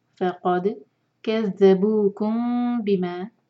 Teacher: قاف ہیوی، فا لائٹ، قاف ہیوی، دال پر قلقلہ، فقد کذبوکم بما، میم کو چھپائیں گے، میم کے بعد با ہے، یہ ہے اخفاء شفوی